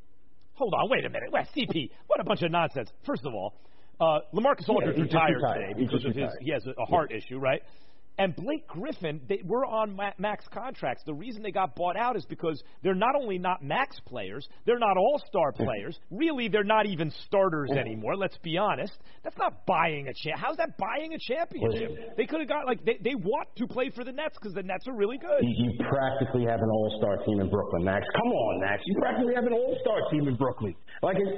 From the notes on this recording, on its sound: finish the interview via phone